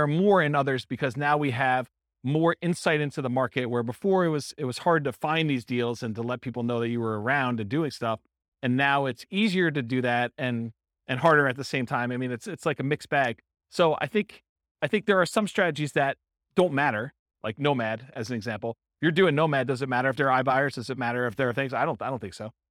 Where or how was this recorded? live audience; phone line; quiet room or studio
live audience